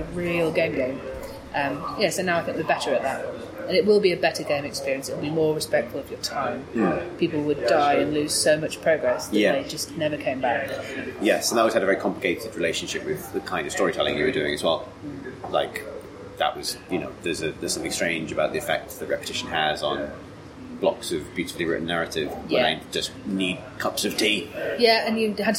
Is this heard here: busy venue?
yes